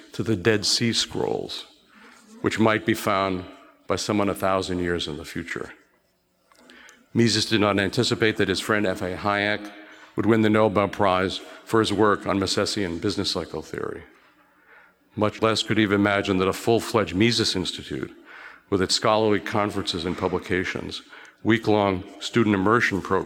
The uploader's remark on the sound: Recorded at the Mises Circle in Boston on the campus of Harvard University, on 1 October 2016.